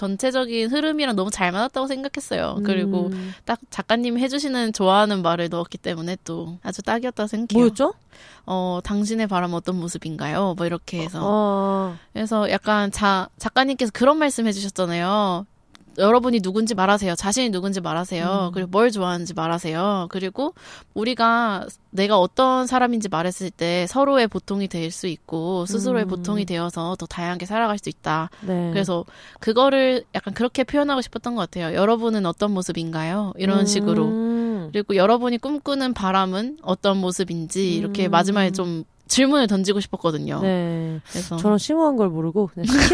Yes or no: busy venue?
no